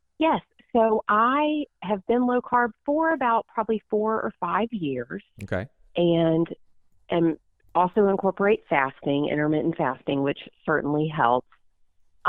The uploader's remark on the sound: You’ll also hear LIVE callers ask questions